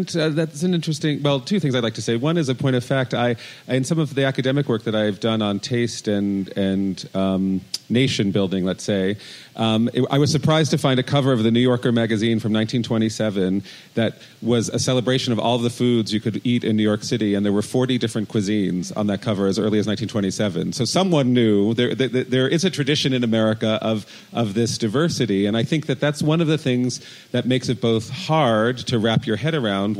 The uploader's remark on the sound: At Slow Food Nations 2017. Share their experiences with the audience.